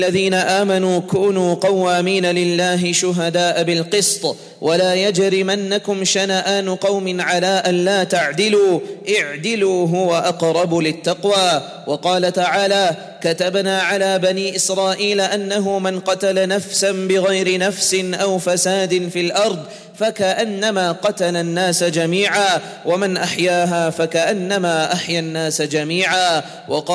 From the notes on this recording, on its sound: at the Houghton Masjid (West Street)